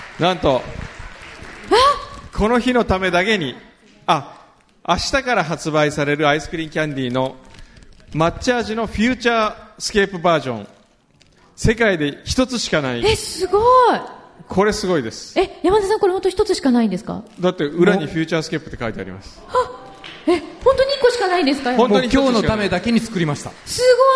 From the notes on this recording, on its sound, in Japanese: 第一回「よこは・マー映画祭」＠ランドマークホール（横浜ランドマークタワー５F）！！！！ということで、今日は公開収録！